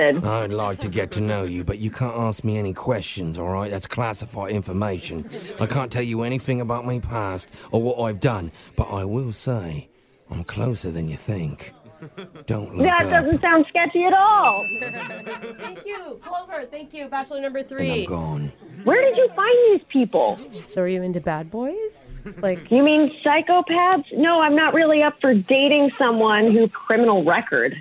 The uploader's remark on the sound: Phone Tap